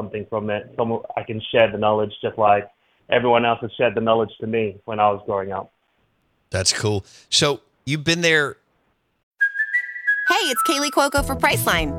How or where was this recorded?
phone line